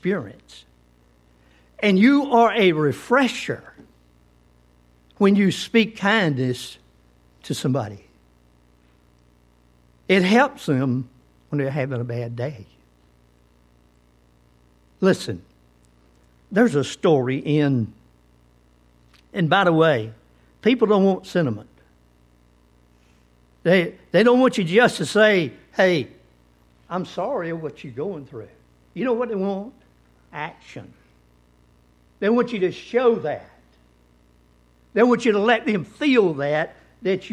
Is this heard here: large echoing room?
yes